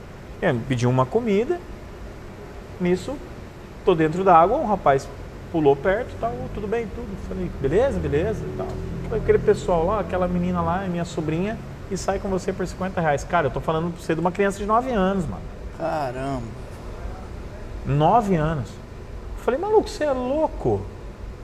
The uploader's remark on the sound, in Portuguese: Gravado em 05/07/2021 no Hell’s Dogs Motorcycle Bar - Foz do Iguaçu/PR